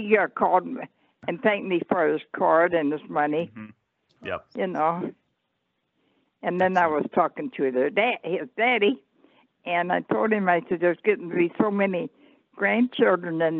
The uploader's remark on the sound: makes a return appearance to introduce the crew on the phone call!